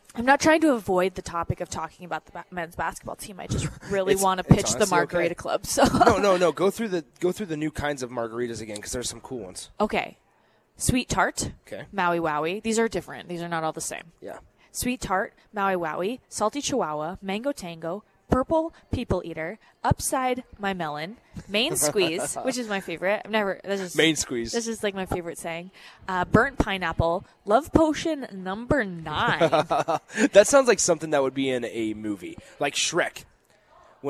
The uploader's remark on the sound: Live from the Upside Bar and Lounge